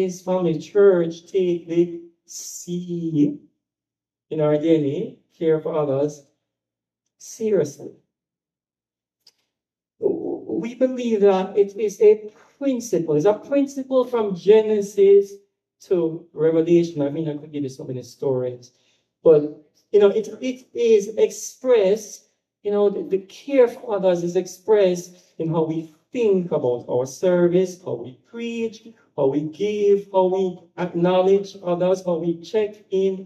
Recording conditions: large echoing room